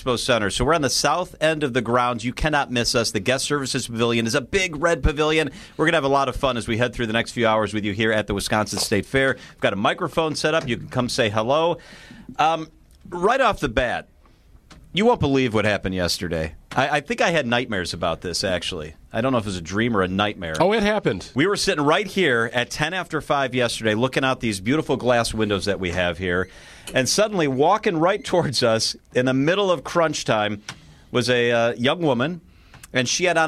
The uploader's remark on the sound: bring you coverage live at the fair.